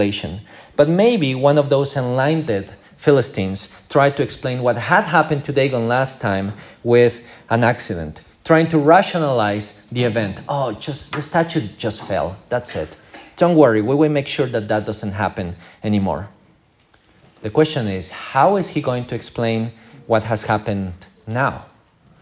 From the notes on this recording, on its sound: This is the recording of our morning service.